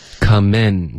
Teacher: 结尾的 N 的音你要顶舌尖不能发 coming in 的这个后鼻音